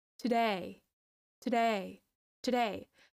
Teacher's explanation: the first syllable in to, to is a schwa sound. The stress is in the second syllable.